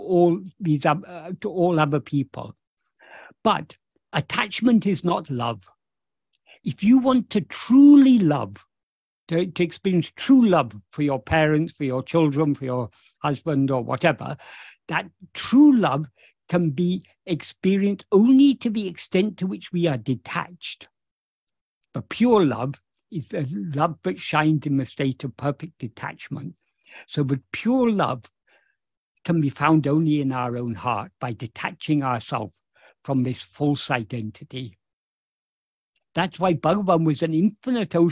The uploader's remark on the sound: In a Zoom meeting with the Ramana Maharshi Foundation UK on 13th May 2023